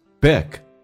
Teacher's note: big 这个单词，诶，声音下沉到嗓子眼，声音往后靠一点点